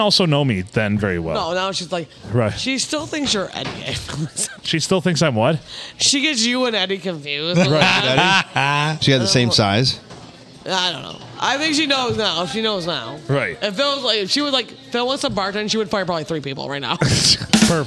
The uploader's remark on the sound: Recorded on a Sunday night with a full crew at a busy bar, thanks to the Blue for having us!